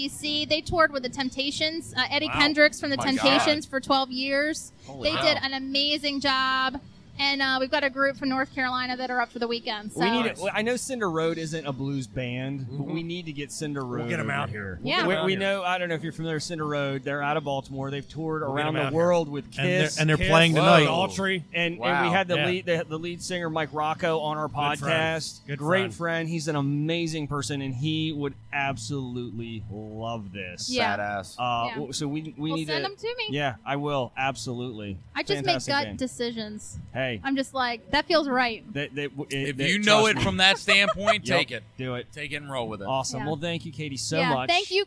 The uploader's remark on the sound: Live from The Downtown GrooveFEST in Cambridge MD